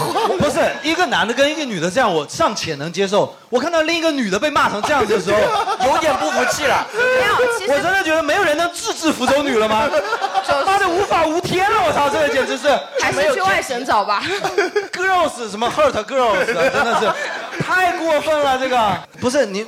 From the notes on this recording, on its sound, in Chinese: 举办七夕专题活动——《吐槽大会》。其中分别设置情侣们和单身者的游戏环节。更有主播随机抽取号码，单身观众现场模拟相亲环节。